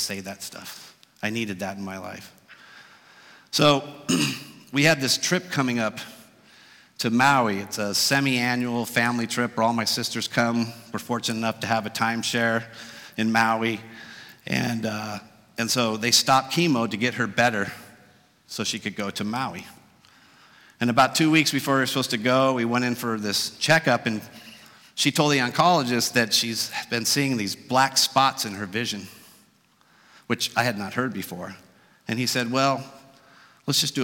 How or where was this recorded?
live audience